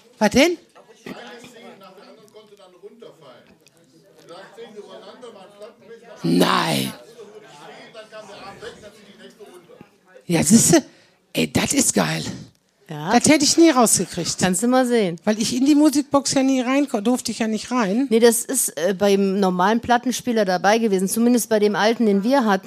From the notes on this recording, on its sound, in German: Teil des Live-Podcast aus dem Talbahnhof.